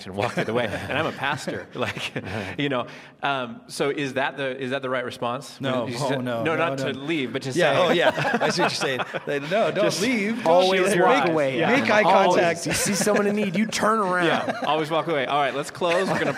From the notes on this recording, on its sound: For the first time, Behind the Message is recorded live during a Sunday service at Westside Church.